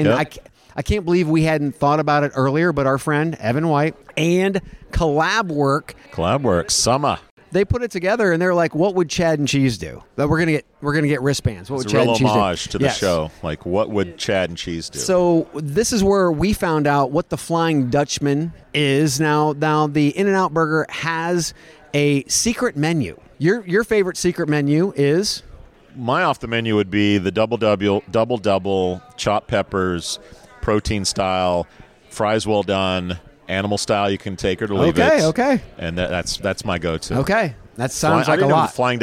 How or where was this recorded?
busy venue